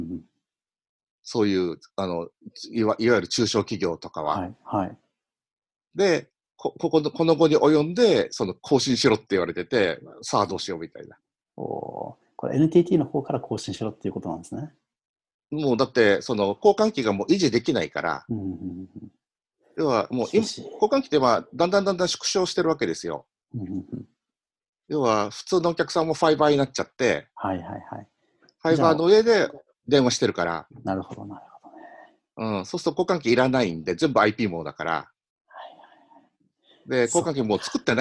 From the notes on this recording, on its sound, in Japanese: 友達とzoomで録音してみました。